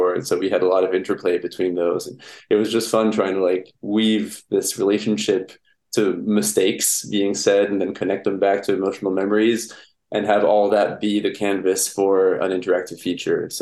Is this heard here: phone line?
no